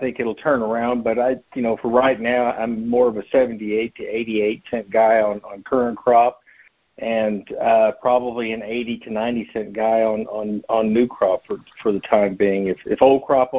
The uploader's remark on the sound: March 2023 Monthly Cotton Conference Call.